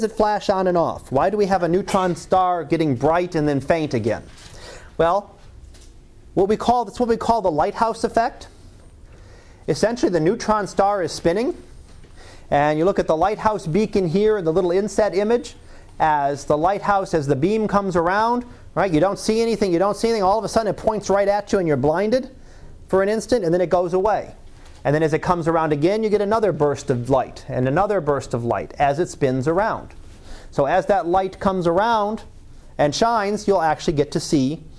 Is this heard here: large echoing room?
yes